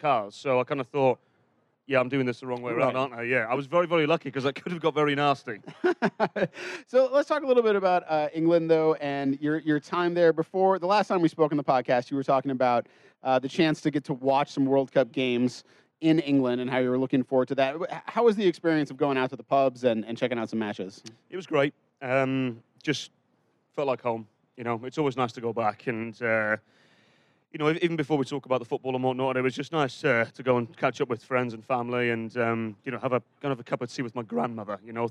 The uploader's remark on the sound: World Cup Action LIVE From Brit's Pub. Record a live Sound of the Loons podcast at Brit's Pub in downtown Minneapolis between World Cup Matches.